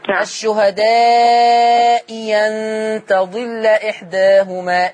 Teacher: الهمزة الثانية تبدل ياء